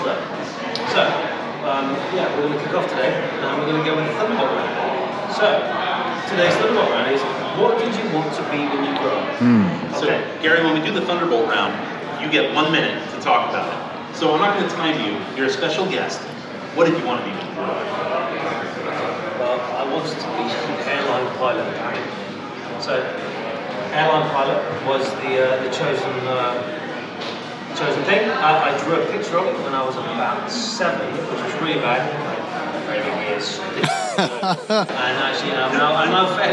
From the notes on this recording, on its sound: Recorded at the hotel bar after finally arriving from Barcelona airport's customs line.